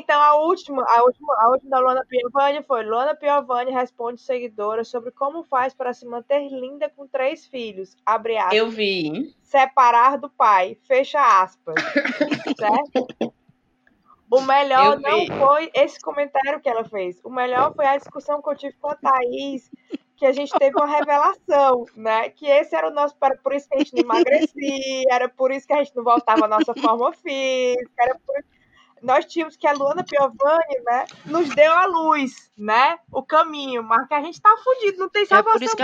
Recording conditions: drop-outs